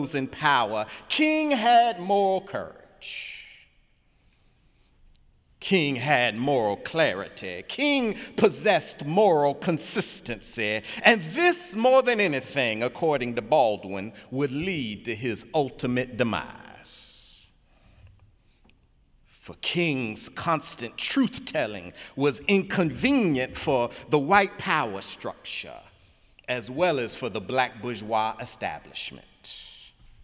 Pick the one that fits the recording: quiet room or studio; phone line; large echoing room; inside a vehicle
large echoing room